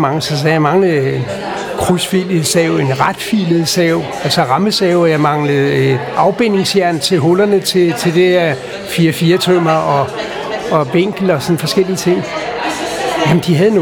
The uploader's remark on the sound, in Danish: Optaget på Axelborg Bodega, København.